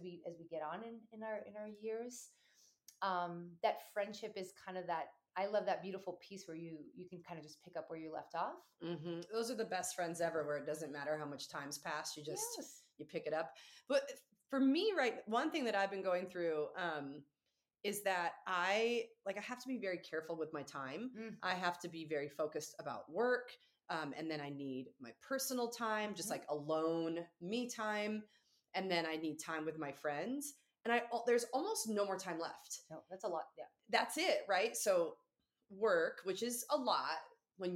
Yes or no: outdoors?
no